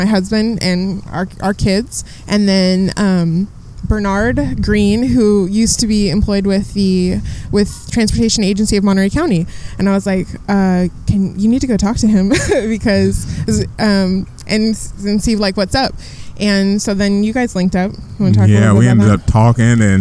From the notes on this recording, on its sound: This conversation was recorded outside the Steinbeck Center on a sunny Sunday afternoon.